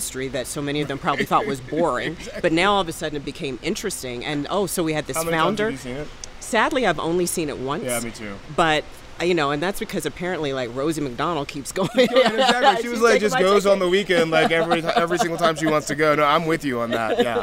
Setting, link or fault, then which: setting, busy venue